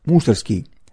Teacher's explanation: произносил свою фамилию с ударением на первый слог и без буквы «Г»